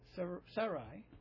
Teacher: Sarai, with the emphasis on the first syllable